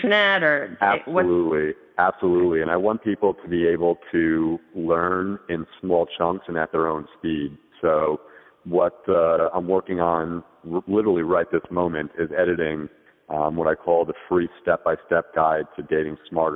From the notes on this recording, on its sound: calls us from the airport